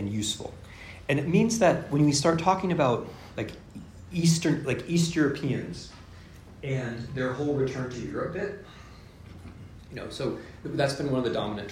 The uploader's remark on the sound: This is a lecture I delivered yesterday (6 April 2023) at Princeton University, in a series devoted to the European Union, and in the presence of colleagues who study Europe as social scientists and historians (and I was impressed by how many turned up!).